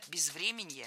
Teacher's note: Безвременье, неверно, правильно, безвременье. Ударение в этом слове падает на корень врем.